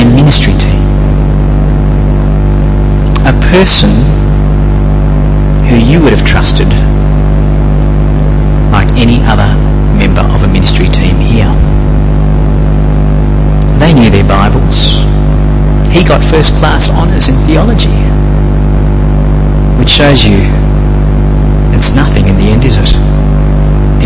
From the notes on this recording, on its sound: Apologies for the sound quality and the buzz in the background